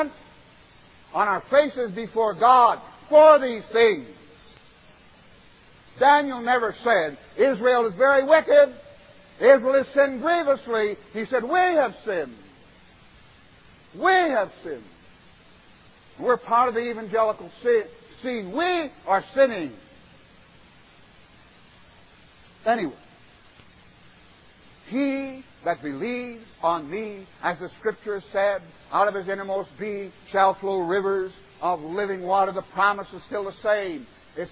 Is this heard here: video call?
no